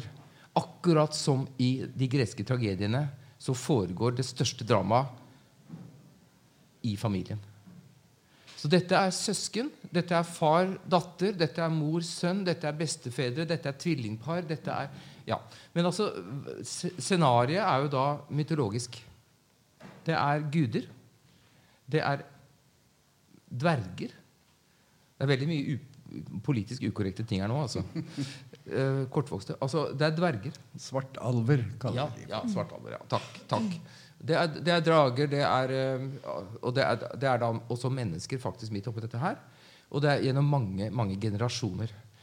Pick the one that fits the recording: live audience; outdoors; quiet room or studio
live audience